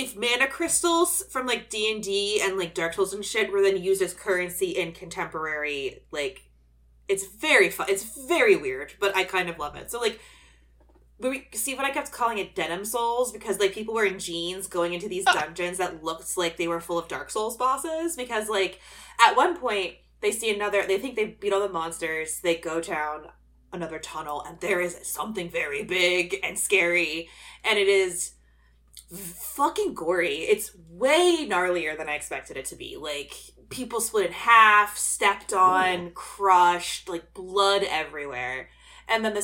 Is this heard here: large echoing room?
no